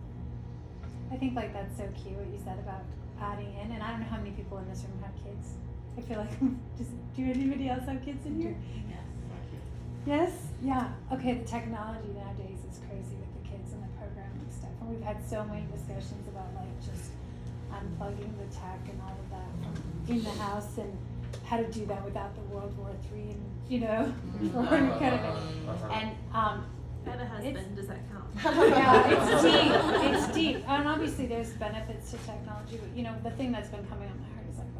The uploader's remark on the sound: This was a recording of a live presentation. To a dynamic audience in Austin, TX in 2021 at his house while he was living there.